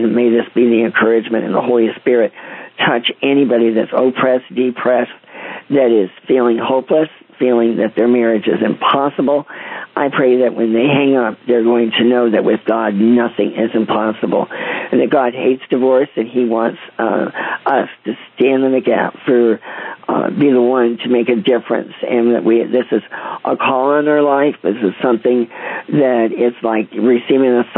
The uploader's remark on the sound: CONFERENCE CALL.